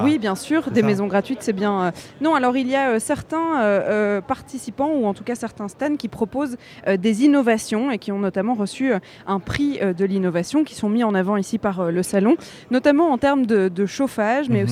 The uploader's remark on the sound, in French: En direct depuis le salon Batibouw, à Brussels Expo, pour Bruxelles vit.